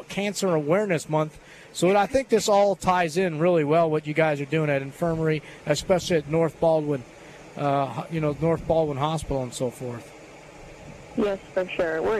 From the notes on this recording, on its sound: LIVE from Terry Thompson Chevrolet!